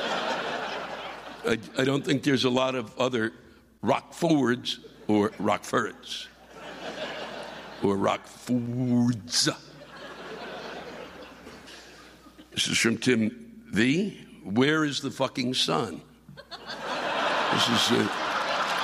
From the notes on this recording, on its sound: The live rants come from one of the classic Vaudeville venues in America, the Coronado Theater in Rockford, IL.